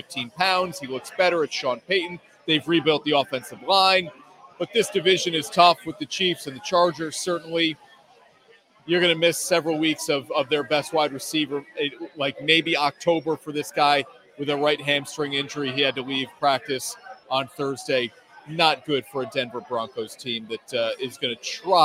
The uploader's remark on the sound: LIVE from Kings Tavern in Saratoga Springs!